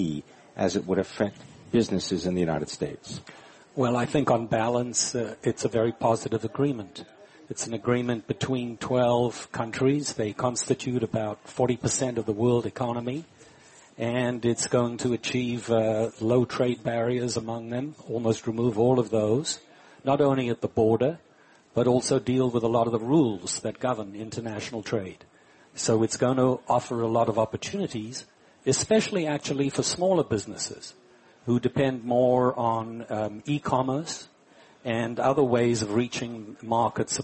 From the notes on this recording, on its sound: Live from Smith & Wollensky in Boston.